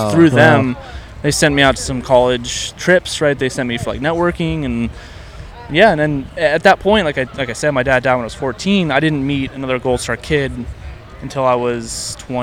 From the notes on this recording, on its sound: Nightlife in Austin. Recorded 4/21/2023 on E 6th street in Austin, TX.